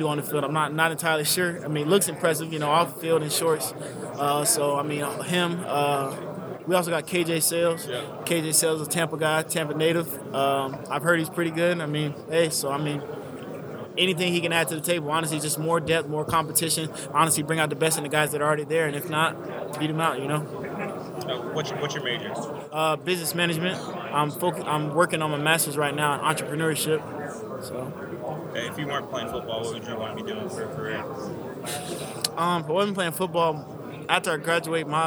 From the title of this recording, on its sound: Live from AAC Media Days